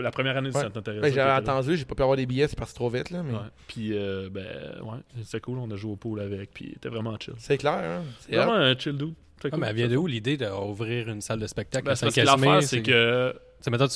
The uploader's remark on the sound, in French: Ont pris la route pour aller à St-Casimir. L'épisode a été enregistré directement à sa brasserie les Grands Bois.